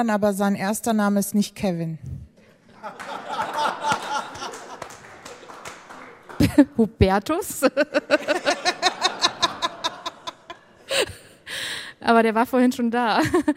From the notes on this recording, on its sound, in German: Das Digitale Quartett gibt es einmal im Jahr, immer bei der re:publica, live und mit Publikum. Live on stage.